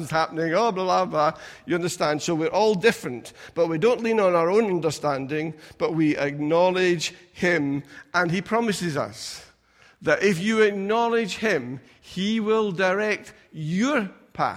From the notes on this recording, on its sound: Recorded at freedomcentre church, Preston on Sunday 15th March 2020